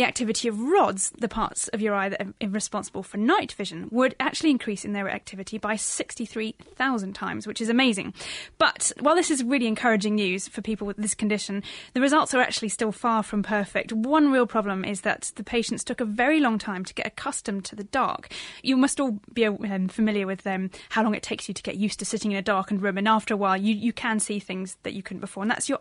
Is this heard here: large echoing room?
no